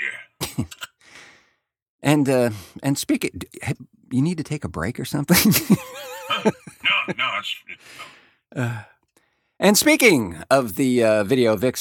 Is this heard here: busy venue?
no